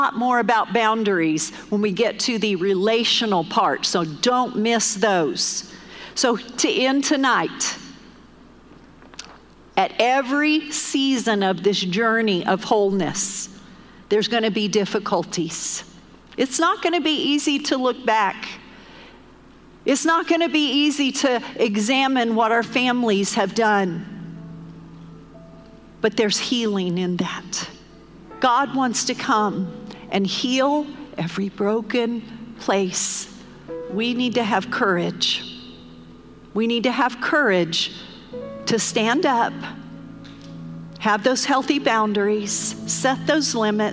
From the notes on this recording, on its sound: Recorded live during our Wednesday night service.